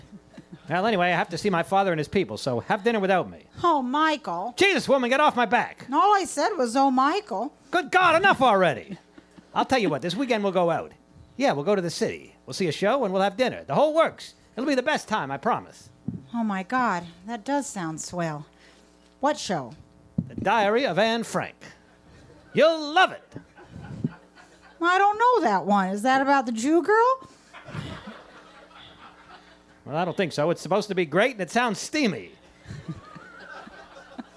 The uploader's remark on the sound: This is the full live recording. Taped in front of a live audience at the Village Underground in the West Village.